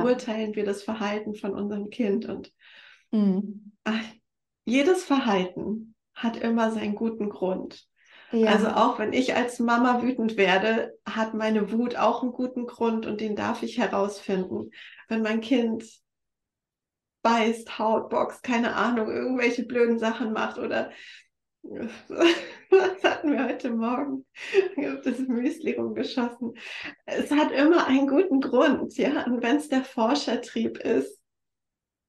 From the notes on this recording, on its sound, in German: Live Interview auf Instagram